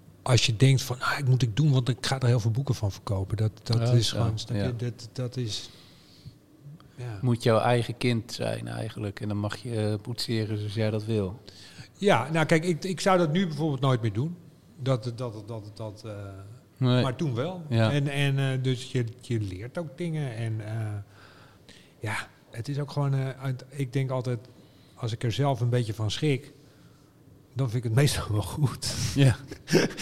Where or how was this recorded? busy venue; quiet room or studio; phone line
busy venue